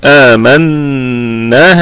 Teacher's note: الميم مفتوحة في الدرجة الخامسة من درجات الغنة أي في أقل درجات الغنة. آمن النون حرف غنة فهو مشدد في أعلى درجات الغنة